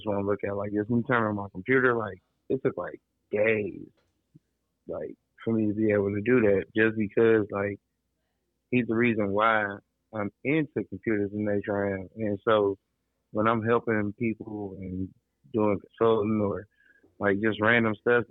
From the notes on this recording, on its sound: I knocked out my first phone interview.